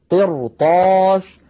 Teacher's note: لاحظوا هذه الراء أيضا ساكنة قبلها مكسور بعدها حرف استعلاء وهو الطاء غير مكسور الطاء، فلذلك نفخمها تأثرا بجارتها الطاء المفتوحة